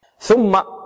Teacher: تخرج من طرف اللسان مع طرف الثنايا العليا · Term: الثاء